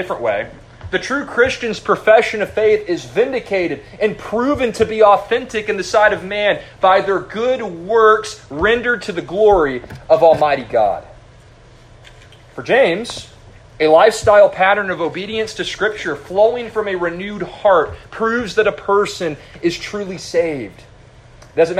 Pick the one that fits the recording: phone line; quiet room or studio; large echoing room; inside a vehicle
large echoing room